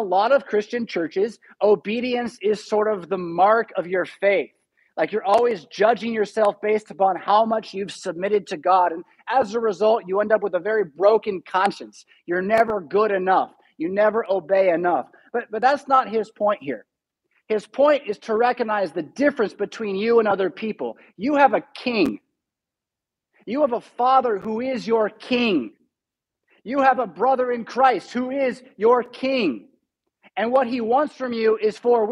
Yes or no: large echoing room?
yes